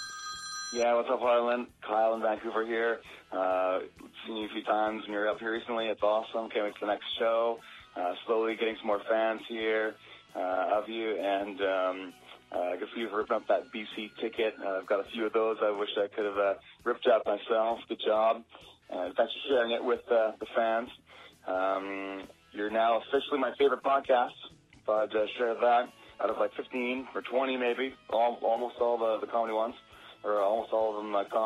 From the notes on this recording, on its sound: Today we play a bunch of great phone messages from some of our listeners